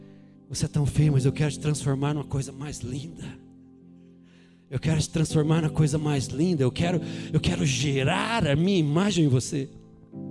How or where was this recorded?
large echoing room